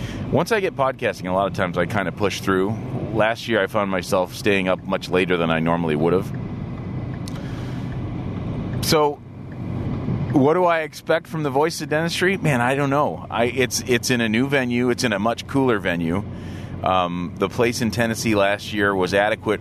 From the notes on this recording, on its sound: This episode was recorded with a new recorder/mic in the car. Today's episode is just some thoughts I'm having on my way to work using a new recorder/mic that I'm bringing to the VoD. Yellowtec iXm mic/recorder.